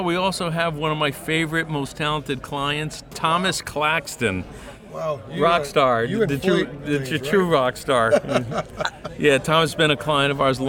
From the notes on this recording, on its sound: We speak with a few of the attendees of Artist Relation's Endorse Expo. We also interviewed manufacturers like IK Multimedia and Fir IEMs on their latest gear revealed for Summer NAMM 2021!